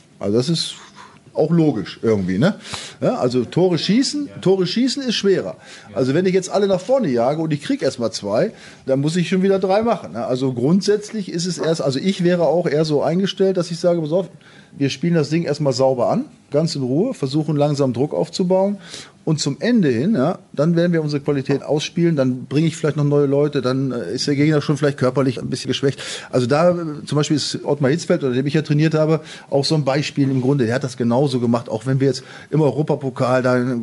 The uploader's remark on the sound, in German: Die zweite Live-Sendung das Podcasts stand auf dem Programm. Kam es fast schon zu tumultartigen Szenen im Publikum.